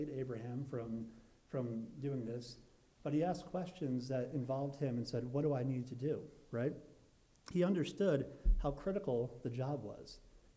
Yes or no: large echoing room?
yes